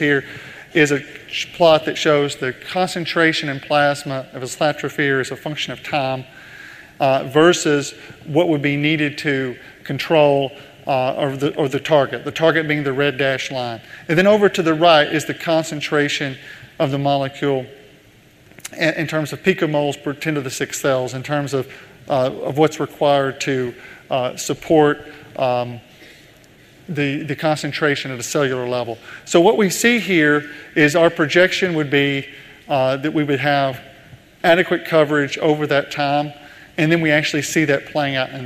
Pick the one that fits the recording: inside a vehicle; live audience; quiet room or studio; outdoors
live audience